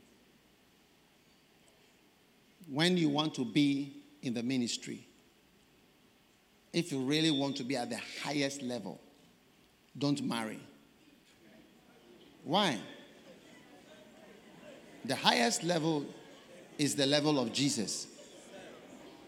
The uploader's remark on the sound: Preached at the First Love Centre, Accra - Ghana.